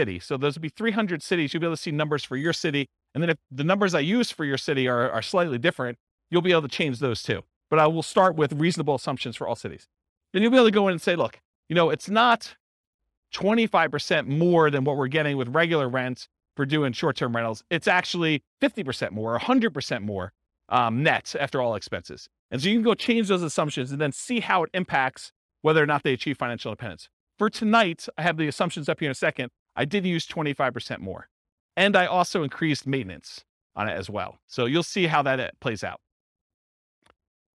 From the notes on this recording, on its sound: This was a live class recorded